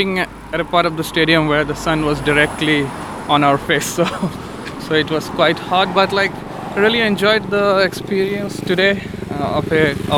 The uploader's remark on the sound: The noisy streets of Shonan. Make a second attempt at recording their post match thoughts. Recorded while walking along the main road on the way back to the station after the away match between Yokohama F. Marinos and Shonan Bellmare.